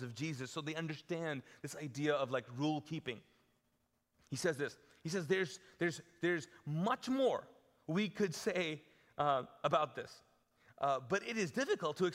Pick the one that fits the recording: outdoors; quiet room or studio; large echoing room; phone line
large echoing room